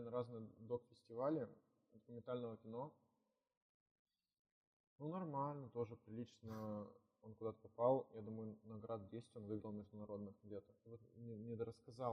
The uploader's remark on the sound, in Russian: Извиняемся за качество звука, мы тогда только учились.